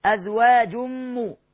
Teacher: هلغي التنوين وأقول الميم وشددها وغناها حركتين · Term: إدغام بغنة